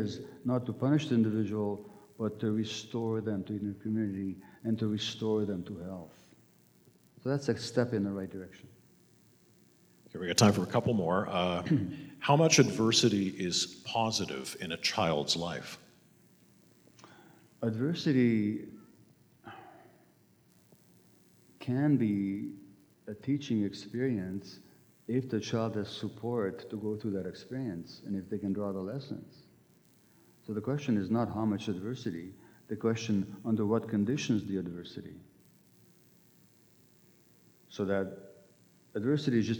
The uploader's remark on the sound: The presentation is followed by an audience Q&A. In downtown Vancouver, BC.